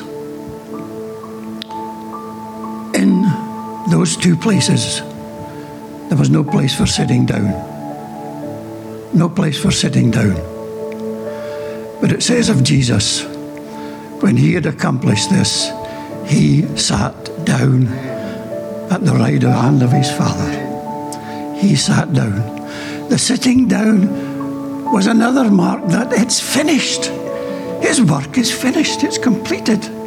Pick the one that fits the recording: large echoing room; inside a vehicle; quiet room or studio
large echoing room